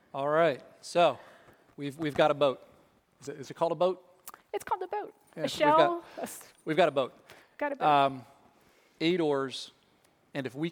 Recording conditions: live audience